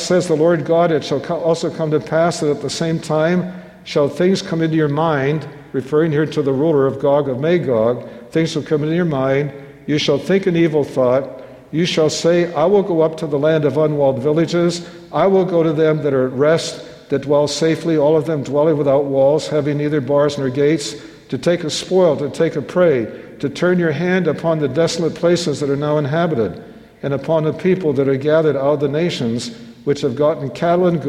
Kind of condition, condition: setting, live audience